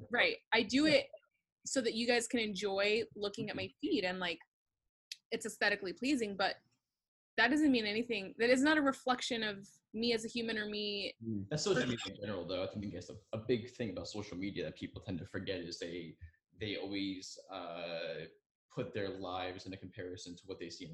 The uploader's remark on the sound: as we figure out how to use ZOOM for a podcast